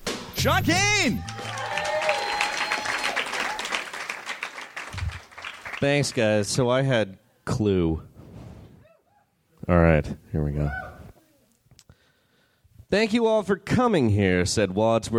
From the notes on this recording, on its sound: Recorded at Cobb's Comedy Club, San Francisco, CA June 6, 2013.